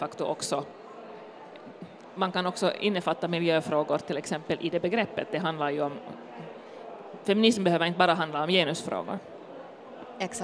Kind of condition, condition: setting, busy venue